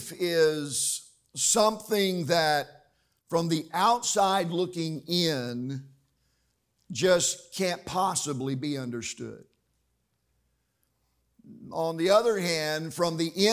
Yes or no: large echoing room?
yes